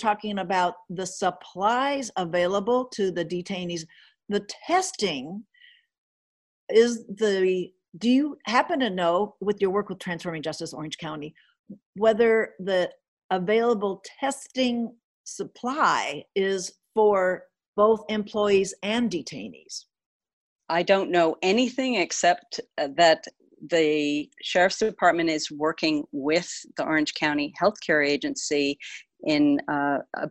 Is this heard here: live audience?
no